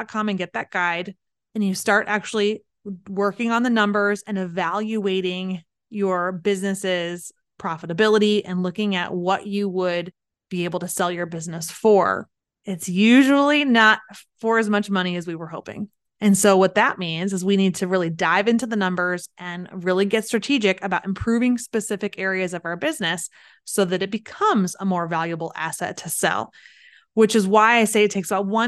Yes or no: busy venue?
no